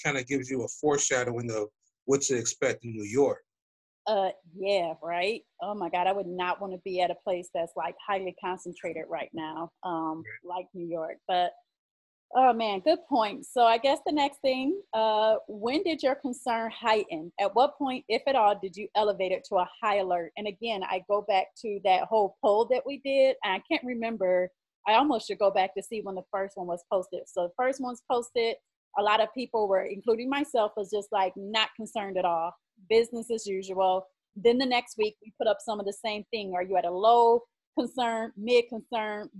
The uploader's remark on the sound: we use facebook live